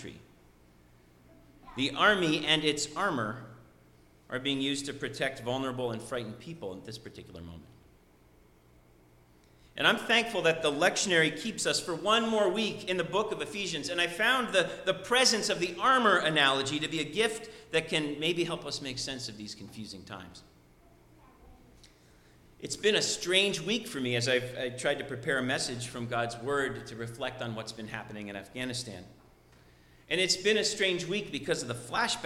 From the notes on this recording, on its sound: Sermon preached at RCHP